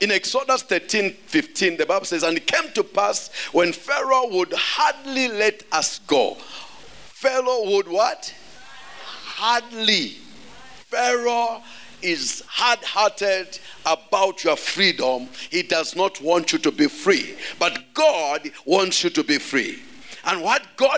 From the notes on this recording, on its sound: Preached at the Great Escape Sunday at Ignite The Gathering